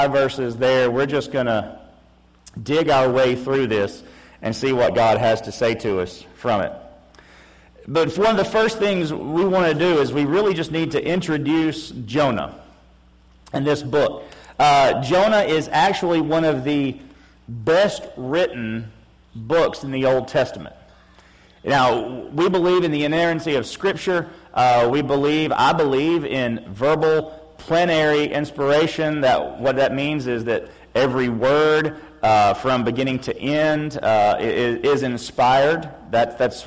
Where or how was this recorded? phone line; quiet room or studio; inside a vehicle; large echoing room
large echoing room